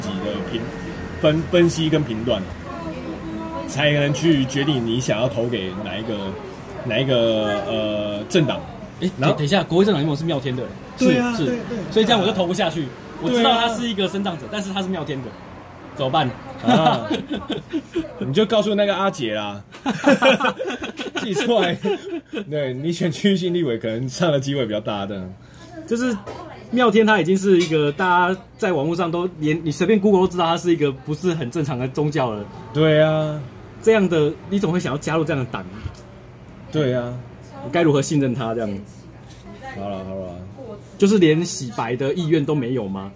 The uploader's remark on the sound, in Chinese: 錄音地點：牽咖啡 Chen Coffee